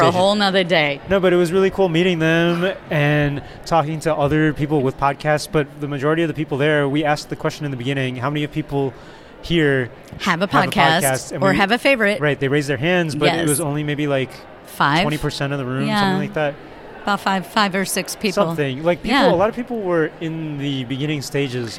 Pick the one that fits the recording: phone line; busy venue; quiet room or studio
busy venue